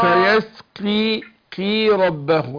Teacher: القاف مكسورة هتاخد أدنى درجات التفخيم